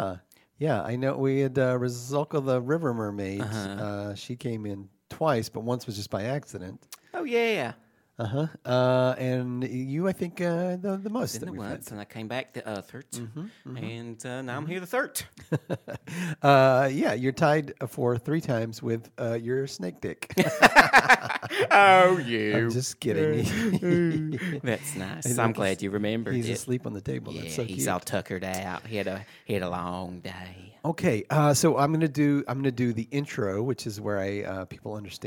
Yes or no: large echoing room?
no